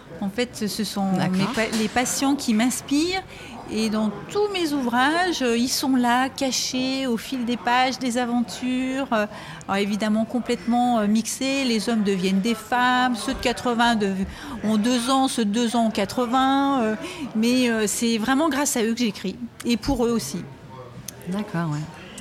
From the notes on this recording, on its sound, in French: Nous sommes le 18 septembre 2022 et assis à une table du bar le Clémenceau de Jard sur mer. Qui participent à Escale Littéraire, le festival proposé par la communauté de commune Vendée Grand littoral.